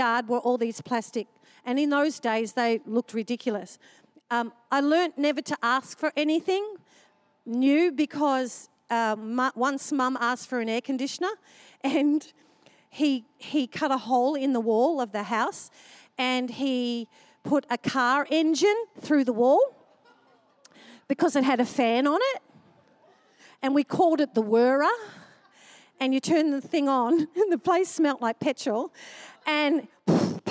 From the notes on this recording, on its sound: Recorded during our 5pm service on Sunday, the 3oth of April 2023